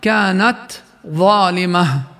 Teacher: لاحظوها مسنا بالتاء الساكنة همسا كاملا وفرقناها عن الضاء التي بعدها